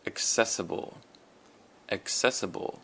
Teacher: So access has the emphasis on the a, access, and then for the word accessible, the emphasis is on the ses